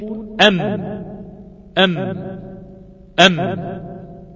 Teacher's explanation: الميم تخرج من الشفتين بانطباقهما، ويصاحب حرف الميم غن، هي مركب في جسم حرف الميم.